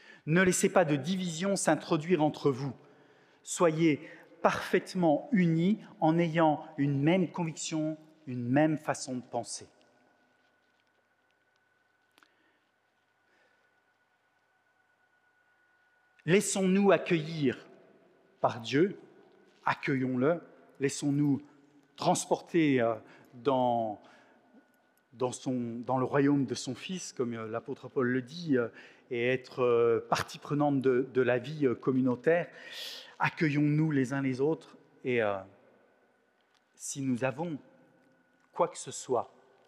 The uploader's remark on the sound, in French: Enregistré à l'église CVV, le 19/06/2022.